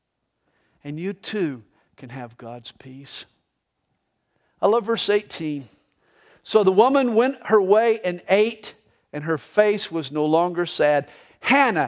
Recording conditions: large echoing room